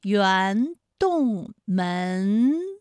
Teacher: 就是圆，前鼻韵母是乌安，一个是门，它的前鼻韵母是恩 · Term: 前鼻音